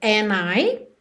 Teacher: realmente não pronunciando o D e fazendo a ligação no N, mas se você quiser, pode ser and I ok?